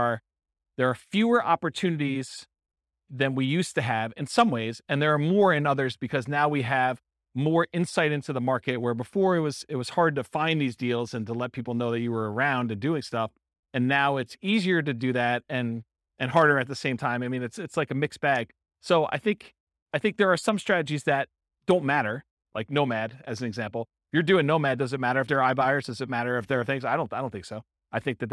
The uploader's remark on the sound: Real estate entrepreneurs in Evansville, Indiana. This was a live class recorded.